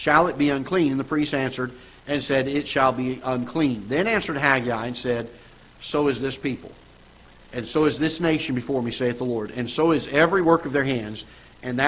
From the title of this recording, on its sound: Ketha Heights Baptist Church ~ Live Broadcast